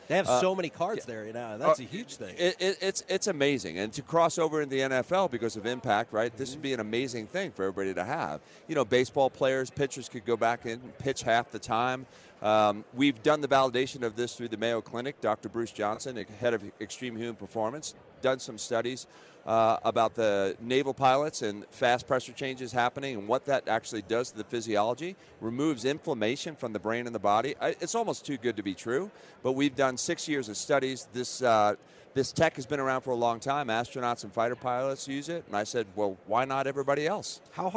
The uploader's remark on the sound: LIVE from Radio Row in Las Vegas!